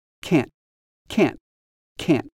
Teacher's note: It has a T at the end, but the T is not quite released. · can't often has a very clipped or shortened sound. So it often sounds like this.